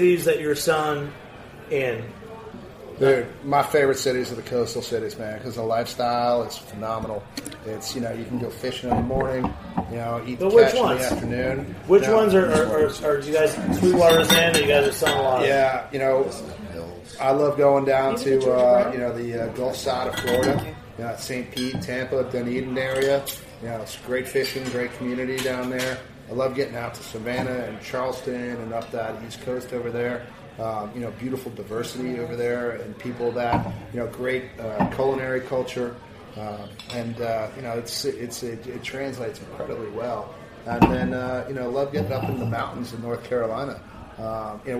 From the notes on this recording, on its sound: On location at Jimmy’s 43 with a team from Atlanta’s Sweetwater Brewing Co.